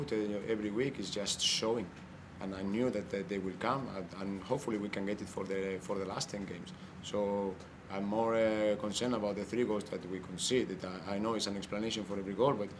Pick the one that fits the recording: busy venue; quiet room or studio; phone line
busy venue